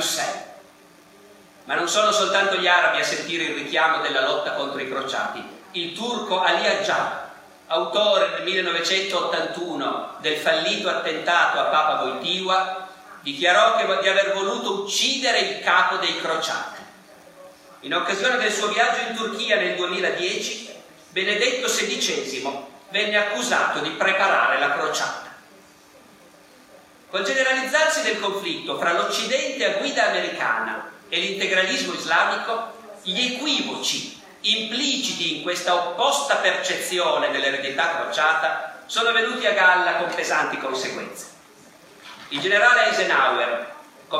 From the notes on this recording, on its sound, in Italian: (John Cabot, Roma). Evento registrato in loco. Audio re-equalizzato e re-masterizzato.